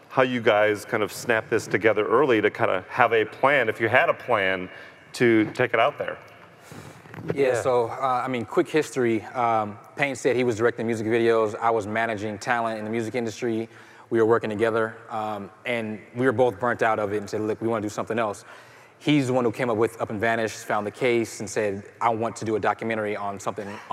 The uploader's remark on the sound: Live from CrimeCon 2018